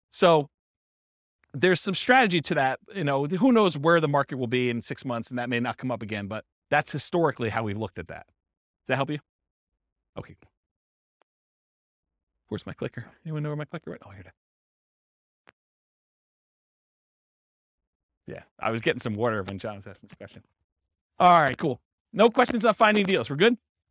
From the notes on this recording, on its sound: This was a live class recorded